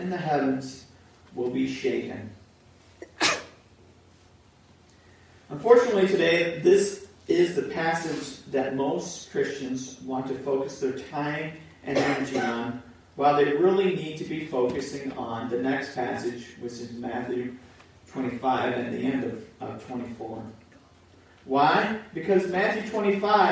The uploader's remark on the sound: Pour Audio